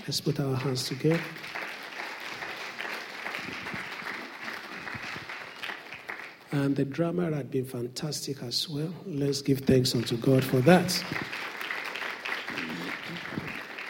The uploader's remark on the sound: Sunday Service message preached by pastor. RCCG Aberdeen, UK.